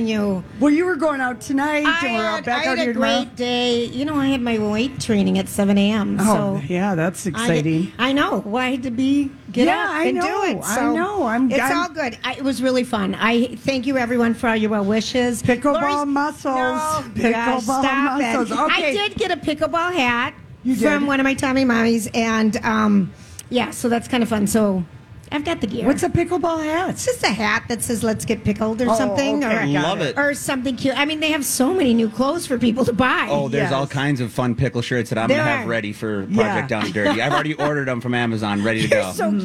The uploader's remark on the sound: Day 2 at the MN State Fair